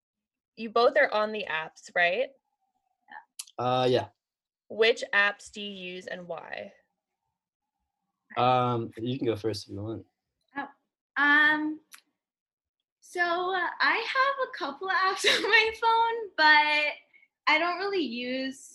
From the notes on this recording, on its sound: The first Zoom date on the pod.